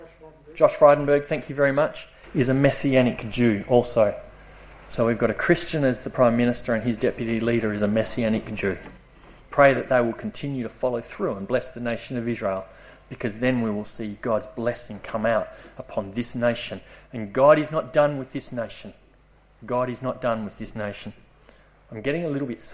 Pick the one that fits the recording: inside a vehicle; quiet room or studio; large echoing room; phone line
large echoing room